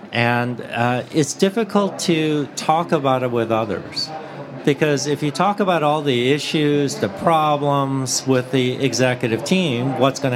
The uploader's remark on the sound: recording live at the Podcast Studio at SaaStock18